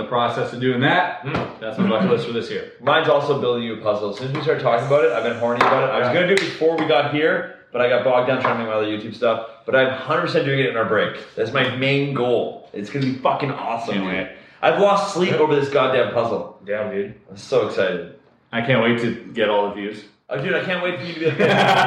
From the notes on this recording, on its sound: Sorry for the echoey sound.